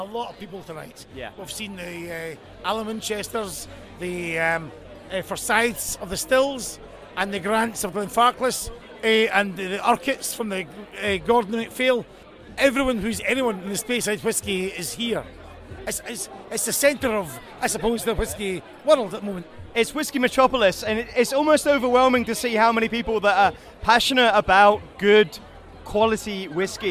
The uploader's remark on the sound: It’s The 2023 Spirit of Speyside Festival. A very special podcast from the heart of the action from The Opening Gala Dinner via Tamdhu to The Friday Night Ceilidh.